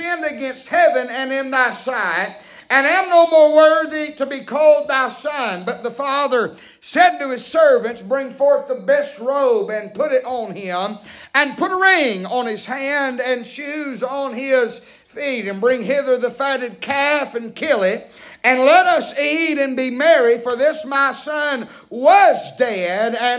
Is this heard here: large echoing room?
yes